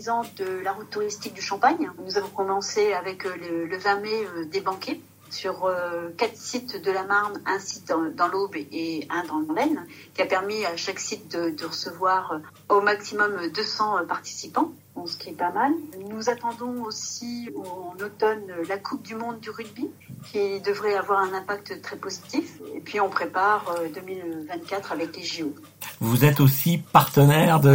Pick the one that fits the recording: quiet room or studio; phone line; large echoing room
phone line